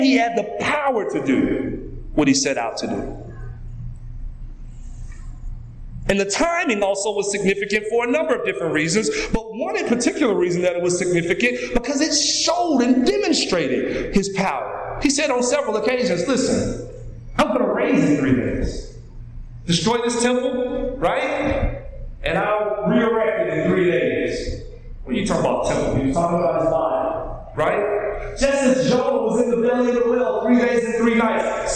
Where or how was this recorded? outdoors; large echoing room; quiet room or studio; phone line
large echoing room